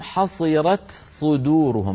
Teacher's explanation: تاء ساكنة بعدها صاد، التاء الساكنة فيها شدة وهمس ثم صاد في كلمة صدورهم